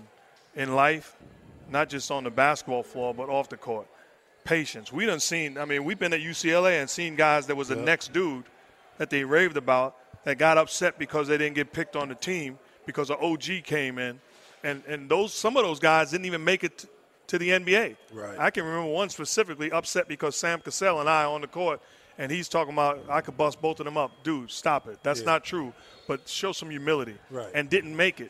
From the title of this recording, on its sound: Recorded at Summer League